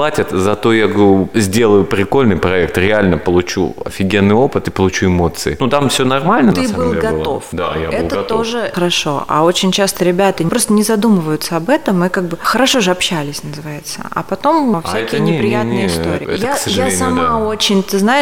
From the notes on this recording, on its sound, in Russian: Записанный на Chefs Team Fest. Москва.